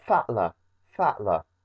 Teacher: a very estuary English glottal stop in the middle of fatal